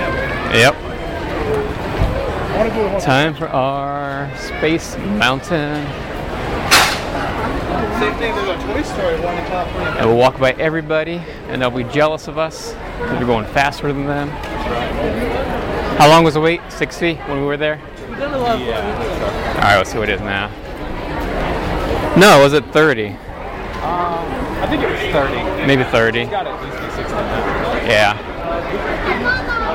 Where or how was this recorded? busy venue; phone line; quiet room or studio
busy venue